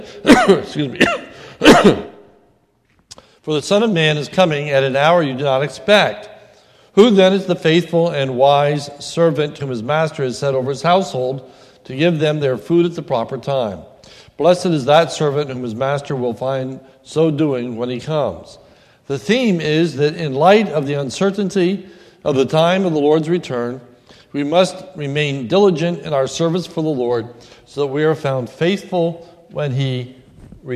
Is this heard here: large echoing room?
yes